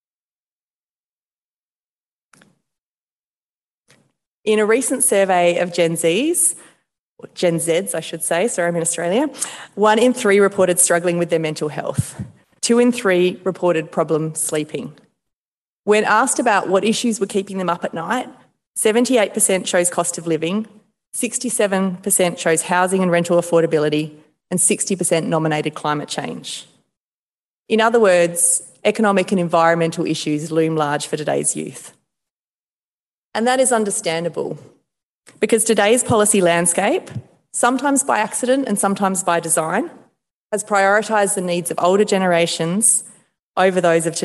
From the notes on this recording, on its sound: Delivered the annual Giblin Lecture in Hobart last week. A partnership between the University of Tasmania and the Tasmanian branch of the Economic Society of Australia.